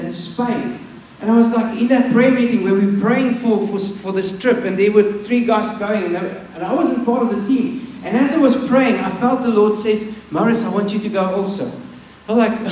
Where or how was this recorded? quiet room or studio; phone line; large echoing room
large echoing room